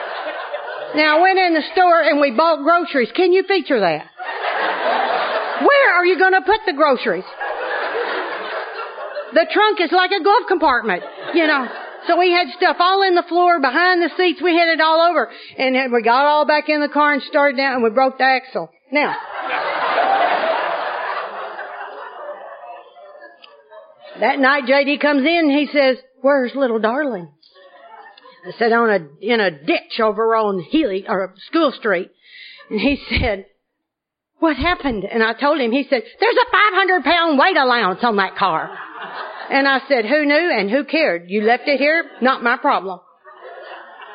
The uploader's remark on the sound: is the Al-Anon speaker at the 2010 Arkansas State AA Conference